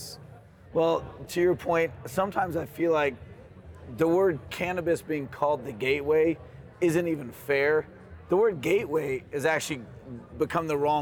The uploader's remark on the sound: Live from New West Summit